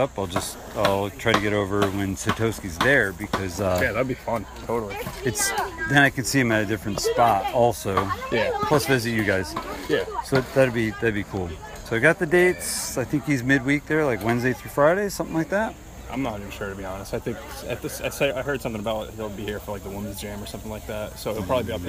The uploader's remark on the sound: Spontaneous podcast recording can be difficult when trying to cover a lot of mini-interviews. In between the interviews during the comp I recorded the atmosphere during the event to give you all the sounds of riding with fans shouting their approval.